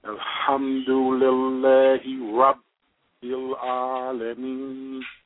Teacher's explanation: It should be Alham with a little air coming out again.